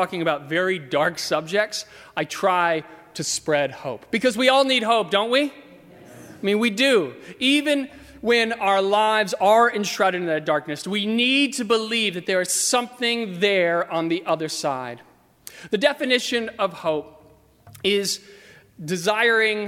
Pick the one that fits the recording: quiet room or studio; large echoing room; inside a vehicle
large echoing room